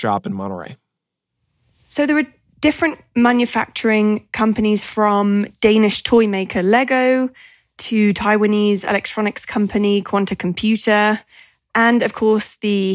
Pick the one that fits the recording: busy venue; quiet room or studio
quiet room or studio